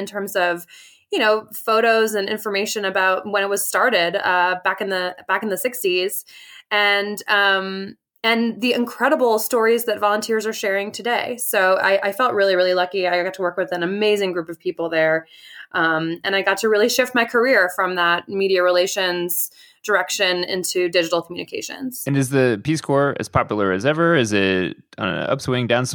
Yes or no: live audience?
no